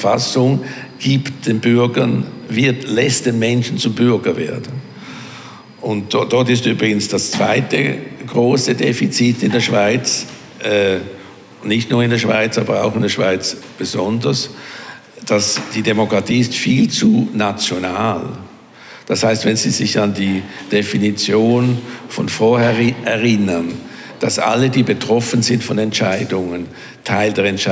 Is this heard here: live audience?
yes